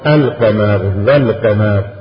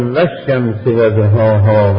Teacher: اللام يظهر في كلمة القمر فيقال القمر والقمر، ولكن في كلمة الشمس يدغم